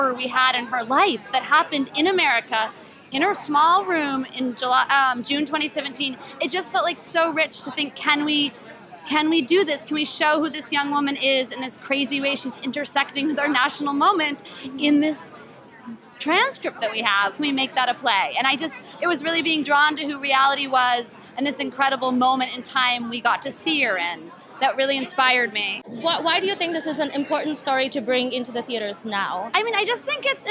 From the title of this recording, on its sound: Opening Night Red Carpet Interviews